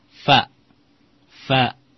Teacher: fa itu di batnu syafa, di perut bibir bawah, batnu asyafati sufla, ma'a asanaya al-ulia, dengan gigi seri atas ditempelkan.